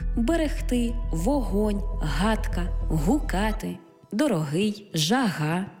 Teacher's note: Буква «Г» передає на письмі глотковий щелинний приголосний